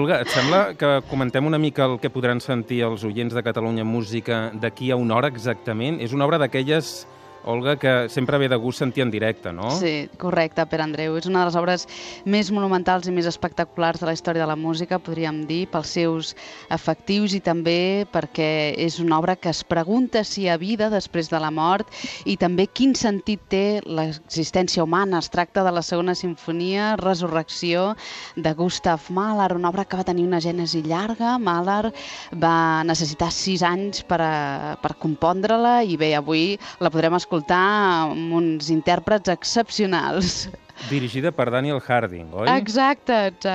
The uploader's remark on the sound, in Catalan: en directe des del Royal Albert Hall